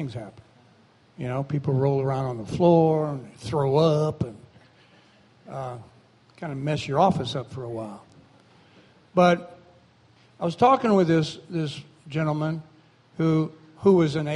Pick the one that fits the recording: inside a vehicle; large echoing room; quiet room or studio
large echoing room